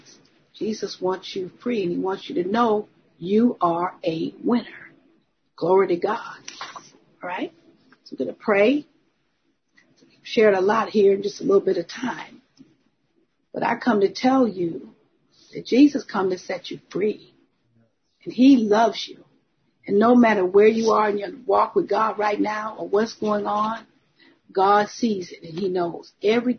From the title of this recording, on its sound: Zoom Meeting